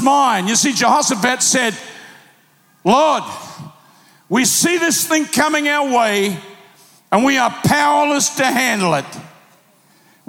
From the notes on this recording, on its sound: Recorded live at PlanetShakers Church.